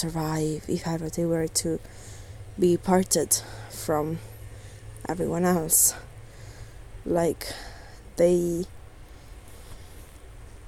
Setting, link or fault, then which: fault, background noise